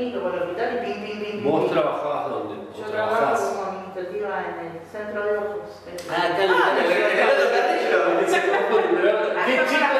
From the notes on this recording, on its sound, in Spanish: Sepan disculpar la calidad del audio, ya que en realidad no se iba a utilizar para un podcast.